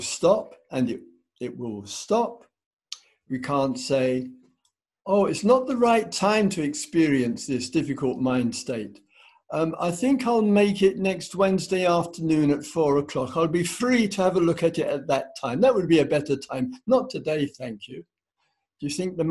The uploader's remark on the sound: Insight Zoom Retreat